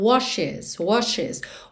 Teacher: O E realmente faz a ponte entre o SH e o S.